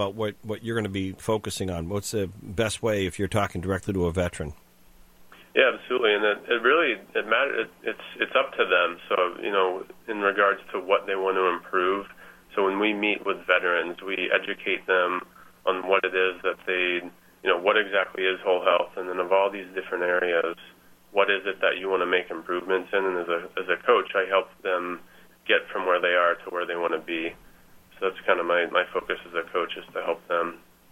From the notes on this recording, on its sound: Called into GMNH.